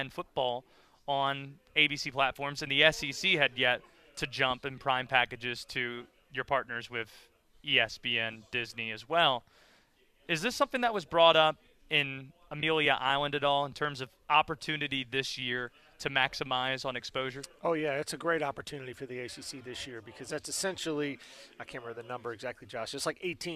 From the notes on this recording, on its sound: Live from the NSMA Awards.